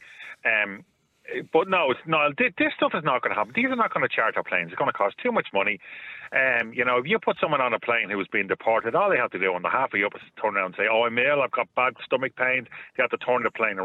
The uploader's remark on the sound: Opens the phone lines. Callers express varying opinions.